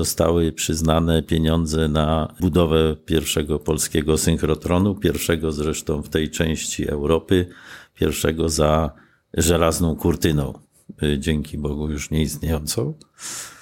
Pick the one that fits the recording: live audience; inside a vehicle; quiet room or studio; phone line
quiet room or studio